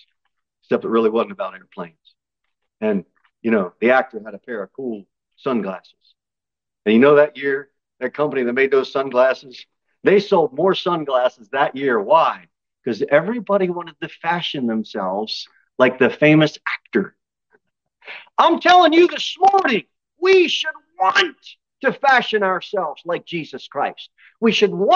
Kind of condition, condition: setting, large echoing room